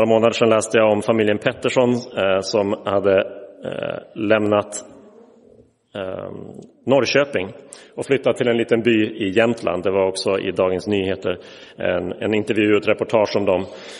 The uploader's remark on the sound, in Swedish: Inspelad i Roseniuskyrkan den 29 oktober 2023.